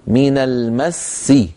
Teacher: نضغط قليلا حتى ننبه السامع أن هذا الحرف الذي وقفت عليه مفردا هو في الحقيقة لو وصلت هو حرفان · Term: الوقف على المشدد